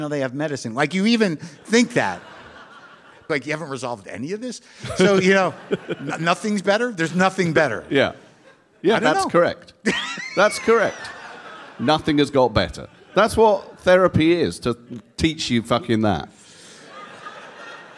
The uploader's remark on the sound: Live from The Bloomsbury Theatre in London